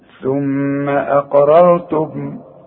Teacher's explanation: رقق للهمزة وفخم للقاف وفخم للراء الاولى والتانية كمان. ثم اقررتم، الميم بقى دي لا تغن، شوف الميم الاولى ثم اقررتم، طب والتانية ما قلناش عشان ساكنة عليها السكون.